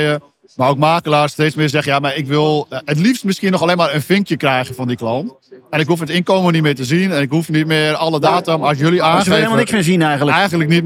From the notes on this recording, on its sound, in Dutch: Deze podcast is opgenomen tijdens de PROVADA.